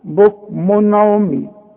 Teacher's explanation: إذا جه تنوين زي ده بكمن وبعده عين يبقى ما غنش